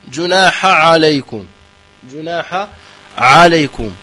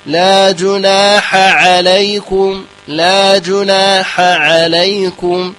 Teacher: أغلب من يقرأ يفخم حرف العين وهي مرققة منعمة · Shown in: second take